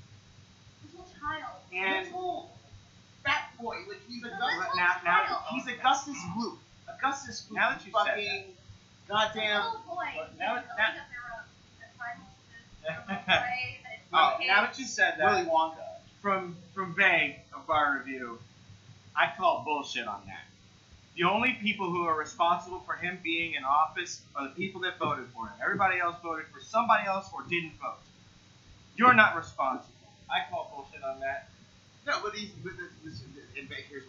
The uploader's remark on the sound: Now in LO-FI.